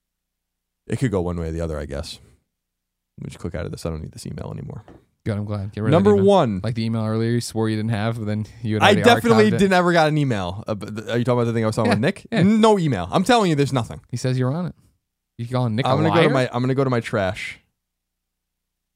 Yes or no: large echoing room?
no